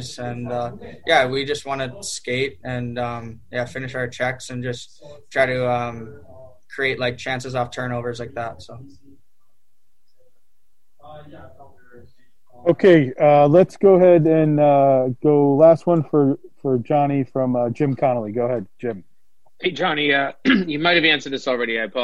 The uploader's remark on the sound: Postgame Zoom